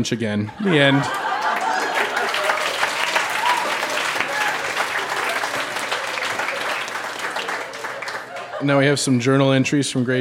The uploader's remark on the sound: Recorded live at The Company House in Halifax, NS.